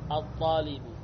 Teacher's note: Kita baca al atau at. Ya, langsung to, ya, bukan al-talib tapi at. · Term: di idgham